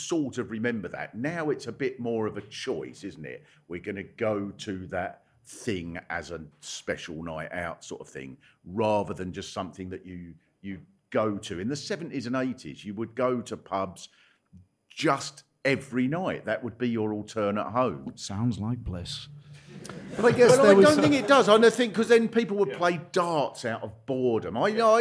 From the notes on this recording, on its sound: To record a special LIVE episode as part of the Orwell Festival. Live from The Marquis Cornwallis in Central London (just round the corner from a blue plaque celebrating Orwell).